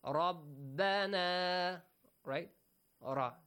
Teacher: Do not say Rabbana, Rabbana. Ra has to produce a heavy sound since it has a fatha.